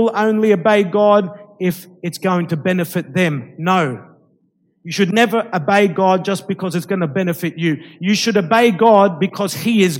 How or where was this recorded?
live audience